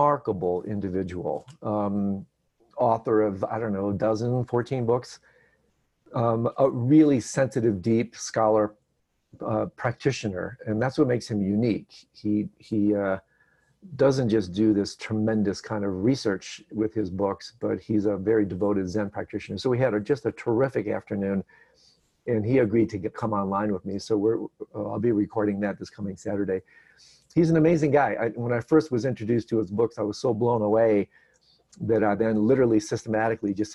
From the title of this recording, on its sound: Virtual Hangout